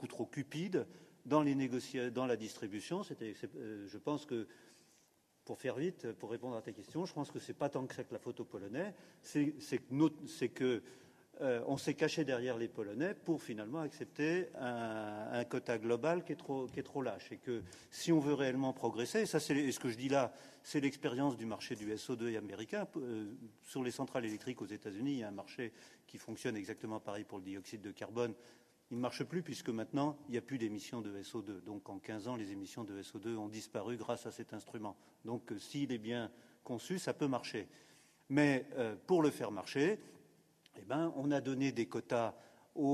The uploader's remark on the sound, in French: Devant un public nombreux, La Fabrique Ecologique a inauguré. À la Mairie du 10ème arrondissement, un nouveau format d’événement : Les Controverses Ecologiques.